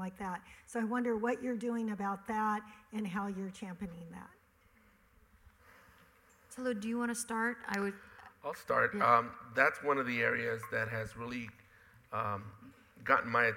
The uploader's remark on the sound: At a recent panel discussion in Los Angeles hosted by the Environmental Media Association, experts in ocean policy, advocacy, and grassroots organizing addressed how political hardball can save our oceans and coasts.